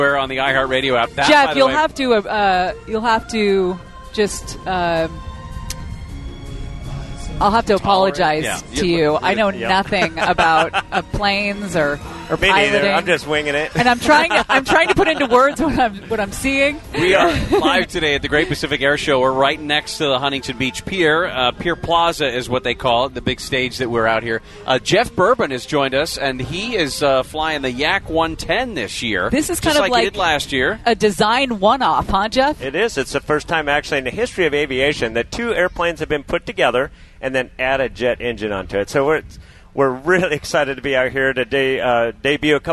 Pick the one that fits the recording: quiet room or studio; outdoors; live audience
outdoors